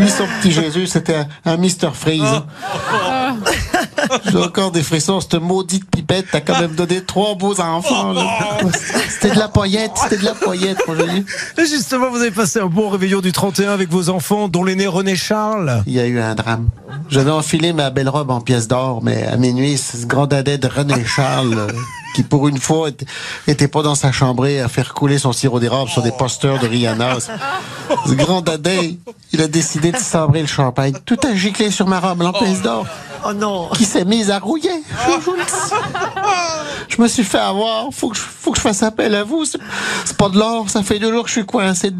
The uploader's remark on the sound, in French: Dans cette émission inédite depuis le Grand Studio de RTL et devant un public.